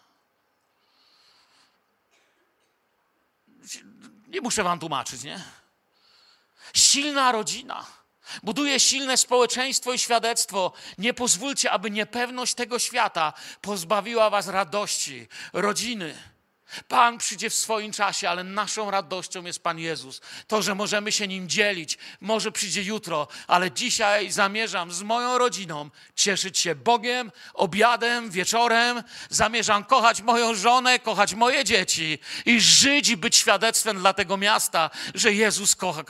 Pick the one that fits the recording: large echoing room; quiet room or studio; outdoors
large echoing room